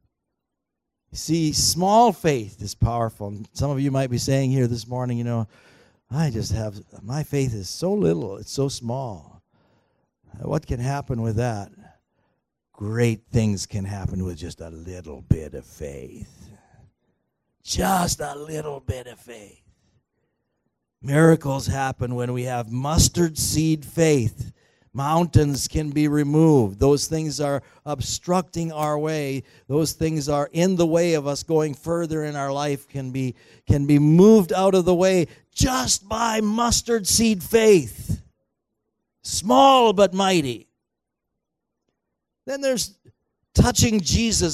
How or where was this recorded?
large echoing room